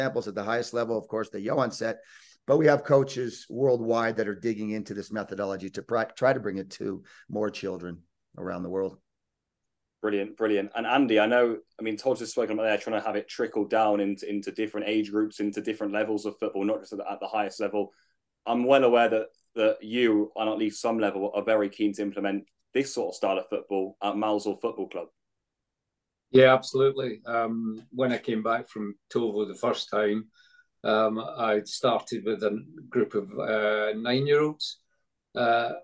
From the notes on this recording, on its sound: on a Zoom call